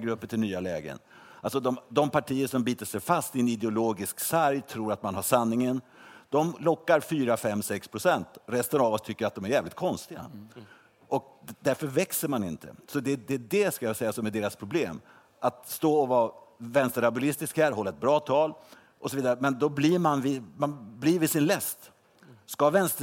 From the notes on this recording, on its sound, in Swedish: Livepodd från Almedalen. En specialpodd från Di:s ledarredaktion.